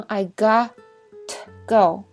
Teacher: 那么在英文中呢，这两个 t 就混为一体了，这是一种连读